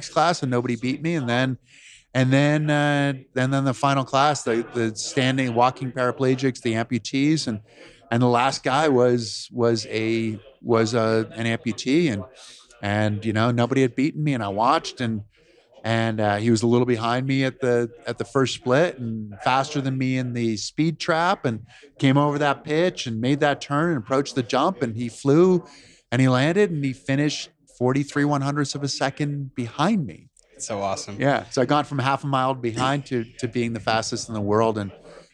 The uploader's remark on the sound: We are live from the GoBundance event.